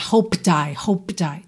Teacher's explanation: O D vai ser aquela consoante oclusiva que no caso aqui eu já vou usar para ligar no I. O P de hoped, ele vai ficar muito sutil aqui. Tá? Vai ficar quase um B, eu só junto os lábios mesmo. · A palavra hoped, no passado, o E não é pronunciado, certo? O D vai ser aquela consoante oclusiva que no caso aqui eu já vou usar para ligar no I. O P de hoped, ele vai ficar muito sutil aqui.